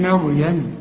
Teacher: هنا في ناس تيجي تقول لك يا اما مريم او تقول لك مريم، والاثنين خطا. احنا بنرقق الميم ونفخم الراء